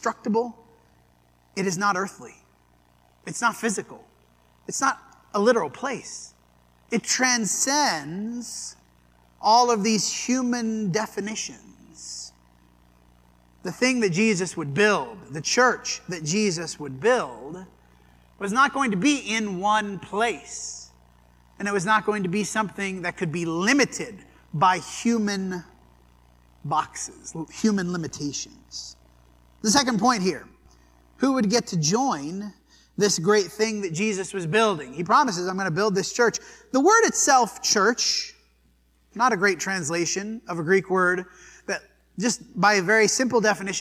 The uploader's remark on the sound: This sermon was preached at the Dewey Church of Christ on April 23, 2023.